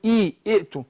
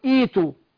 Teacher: لأن لو أنا بدأت بهمزة الوصل أقول إي إئتوا، فأنا هبدل بقى الهمزة الثانية حرف مد من جنس الأولى، جنس الكسر هي الياء · Shown in: second take · فأقول إيتوا.